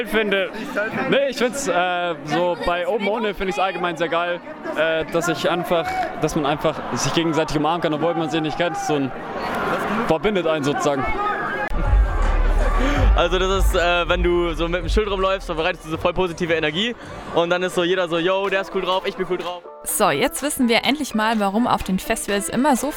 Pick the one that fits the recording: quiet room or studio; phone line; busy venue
busy venue